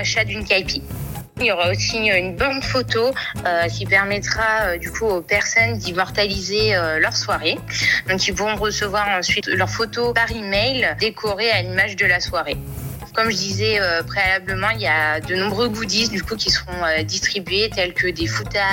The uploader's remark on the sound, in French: Interview par téléphone